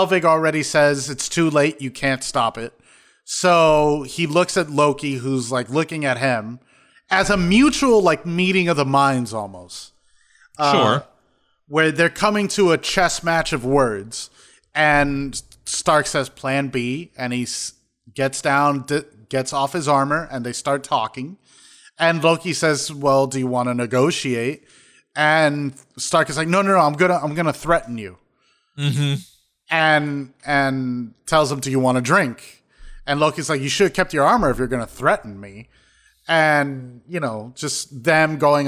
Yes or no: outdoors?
no